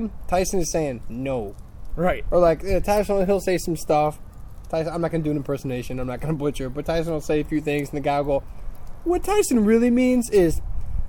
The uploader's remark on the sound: HOPEFULLY IT WILL BE THE LAST ONE WE RECORD OUTSIDE